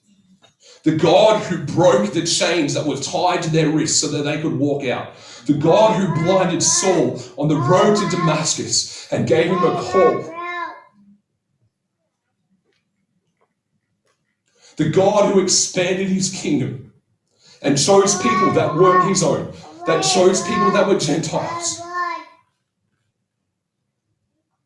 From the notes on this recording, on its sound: Apologies for the audio quality due to technical difficulties.